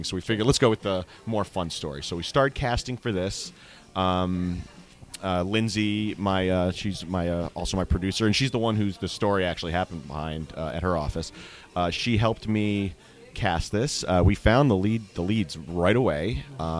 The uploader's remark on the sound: at the Kew Gardens Festival of Cinema Filmmakers Lounge at Ateaz